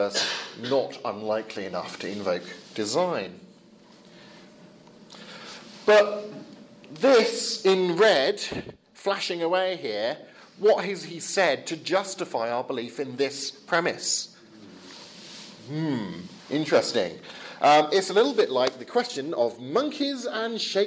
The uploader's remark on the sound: Lecture with Q&A from the European Leadership Forum 2017